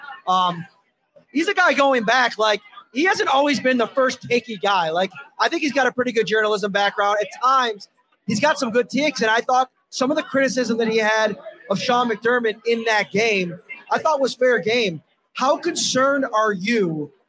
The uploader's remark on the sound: Live show from Wingnutz. Live from Wingnutz at 700 Military Rd.